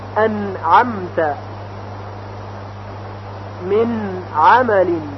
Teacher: چون مخرج نون از مخرج شش حرف حلقی فاصله داره و دور هست، لذا حرف نون کاملا اظهار میشه